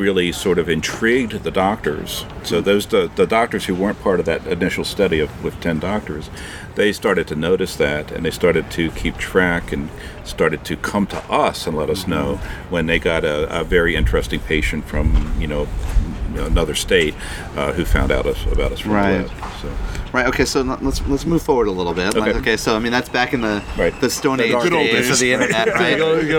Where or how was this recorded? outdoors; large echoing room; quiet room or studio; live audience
outdoors